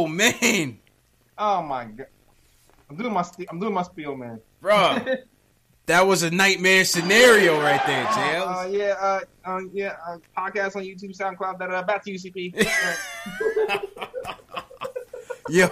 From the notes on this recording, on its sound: Take live phone calls from fans around the world.